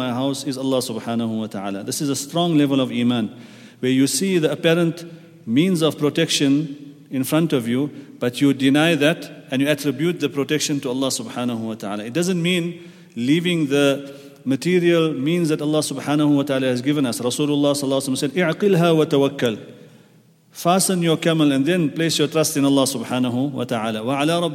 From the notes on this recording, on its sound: at the Houghton Masjid (West Street)